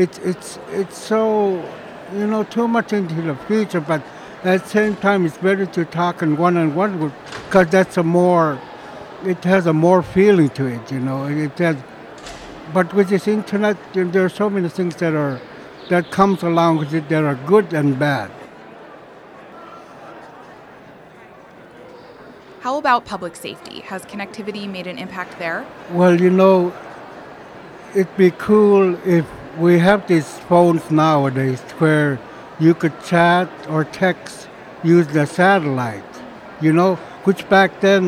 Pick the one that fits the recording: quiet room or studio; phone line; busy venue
busy venue